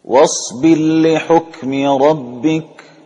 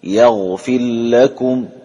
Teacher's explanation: إذن خلاصة هذا الأخير أنه الدوري عن أبي عمرو البصري بخلف عنه والسوسي بلا خلاف أدغم الراء المجزومة في اللام، وأعطى على ذلك مثال واصبر لحكم ربك، ومن جملتها أيضا نغفر لكم بدون أن نغن، يعني ندغم إدغاما كاملا للام مشددة دون أن يكون معها مزيد وقت، ما في داعي طبعا للإدغام غير غنة.